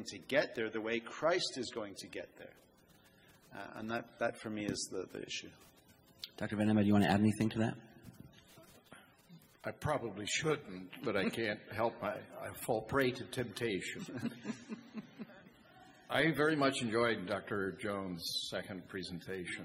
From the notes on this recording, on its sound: The Pastors share part of the Q&A from the Reformation conference that took place this past weekend in Boise.